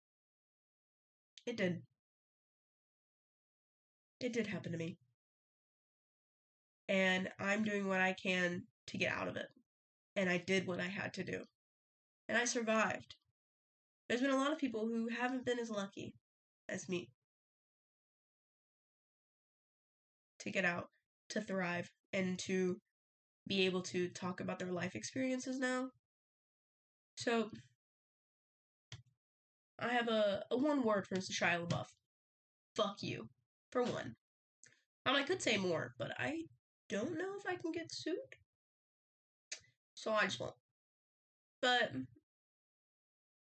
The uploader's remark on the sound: You guys are the lucky guests to witness the downfall of my mic :) so the audio is a little off!